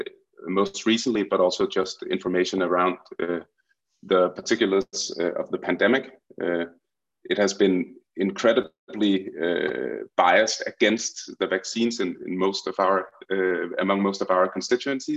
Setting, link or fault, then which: link, video call